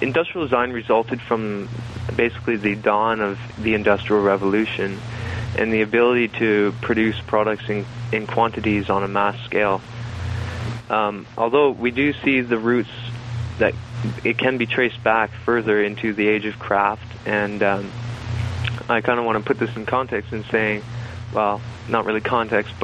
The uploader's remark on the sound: By phone from Ottawa Ontario.